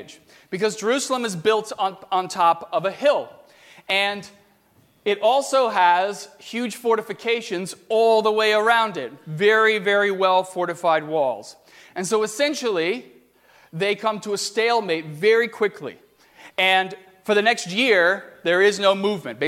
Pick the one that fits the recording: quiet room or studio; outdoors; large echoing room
large echoing room